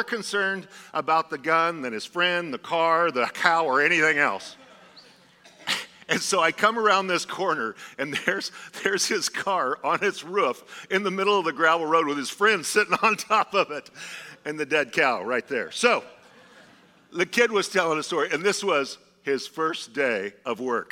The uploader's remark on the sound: Was a sermon delivered as part of the Anchored Series at Godspeak Calvary Chapel in Newbury Park, California on March 5, 2023.